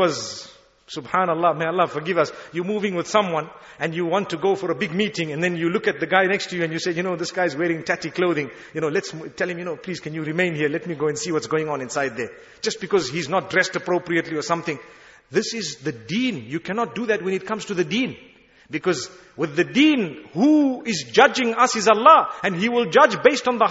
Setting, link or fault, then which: setting, large echoing room